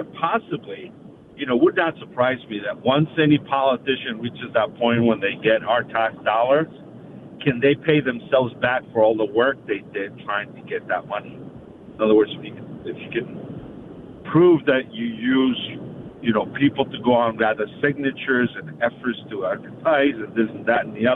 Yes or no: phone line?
yes